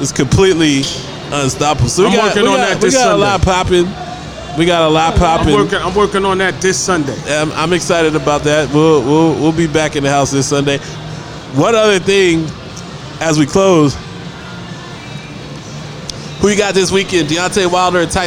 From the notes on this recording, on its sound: Live From Dave & Busters